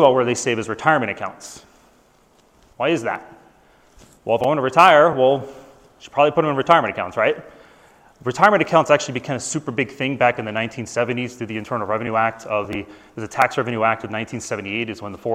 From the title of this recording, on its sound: Live from AVMA 2023